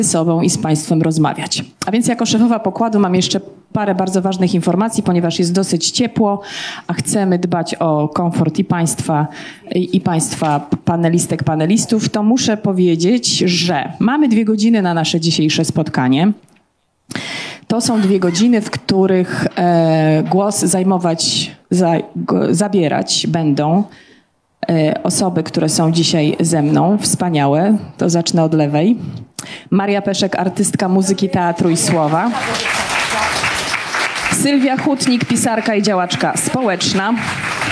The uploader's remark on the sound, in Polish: Debata artystów, badaczy i czytelników podczas Big Book Festival 2023.